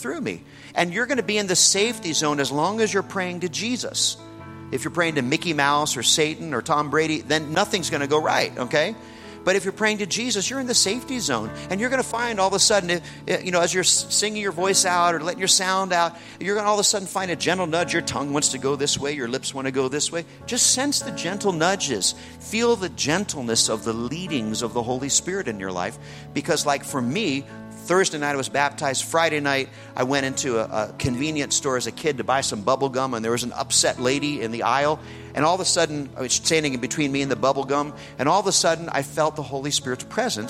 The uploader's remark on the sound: In this message from the Renew Conference.